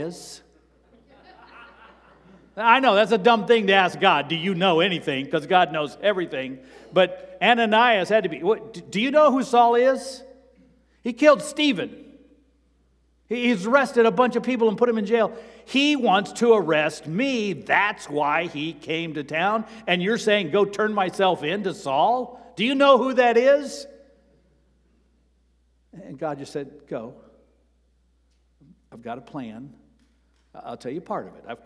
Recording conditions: large echoing room